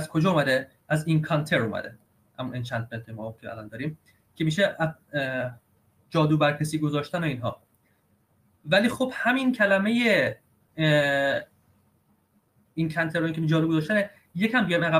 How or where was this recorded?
video call